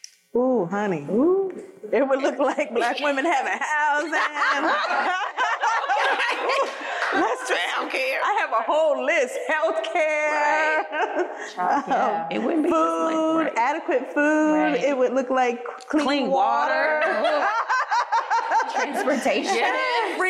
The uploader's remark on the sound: Was the Center for Constitutional Rights’ first live podcast. At Studio Arte before a live audience.